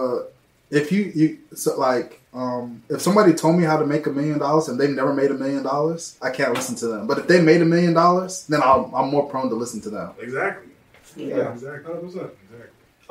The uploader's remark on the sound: Audio Problems (we sorry)